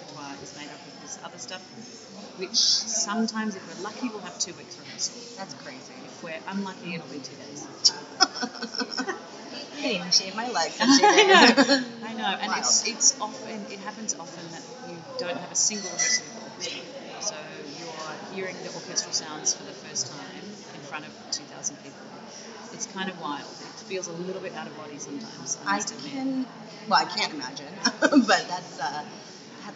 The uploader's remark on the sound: Taped in the Opera Cafe, we discuss life as an opera singer in Vienna.